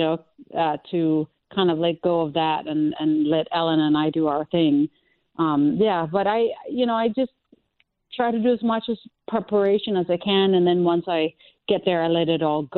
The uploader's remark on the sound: called in to chat